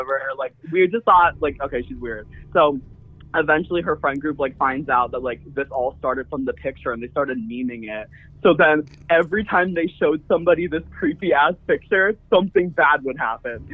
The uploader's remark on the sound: Our supporters call in to tell their scariest stories and experiences.